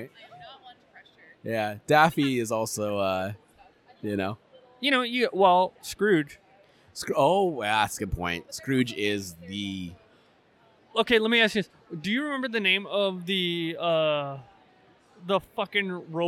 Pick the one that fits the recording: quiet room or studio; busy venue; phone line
busy venue